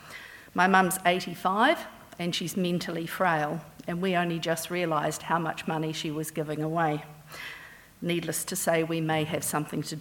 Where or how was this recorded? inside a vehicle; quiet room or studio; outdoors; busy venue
busy venue